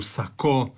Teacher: naglasci dirigent kada je na zadnjem slogu, sako kada je na zadnjem slogu